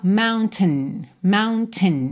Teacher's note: Essa parte final que vem ali entre o T e o N, ela é muito reduzida. Aqui a gente até ouve um pouquinho de vogal, mas soa mountain, mountain.